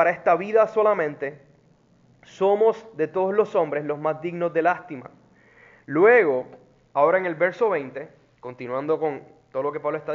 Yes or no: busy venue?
no